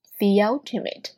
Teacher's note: 那么音变之后呢就会出现了一个连读 theultimate，连读过程当中呢会加了一个 y 的音